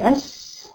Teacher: هتلاقي هواء كتير، ده معناه إن المكان واسع · Term: الشين